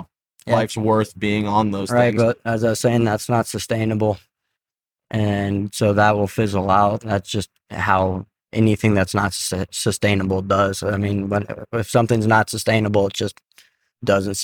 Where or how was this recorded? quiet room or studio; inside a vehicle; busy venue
inside a vehicle